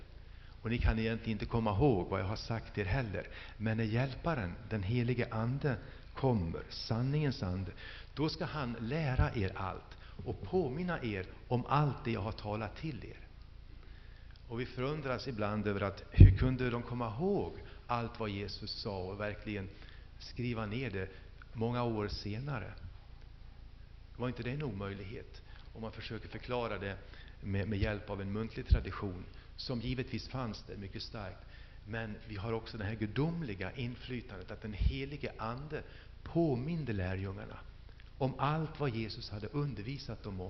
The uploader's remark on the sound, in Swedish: Inspelad i H&#246;n&#246; Missionsf&#246;rsamling 2000-06-04.